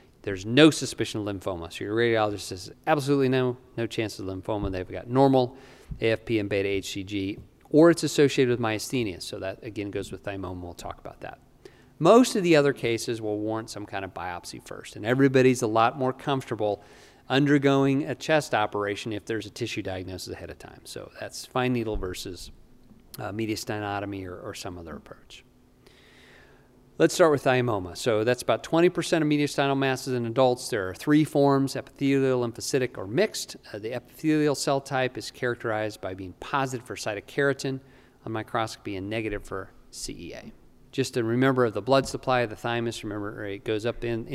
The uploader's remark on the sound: recorded Saturday, September 11, 2021, during the CORE conference in Salt Lake City, Utah - USA.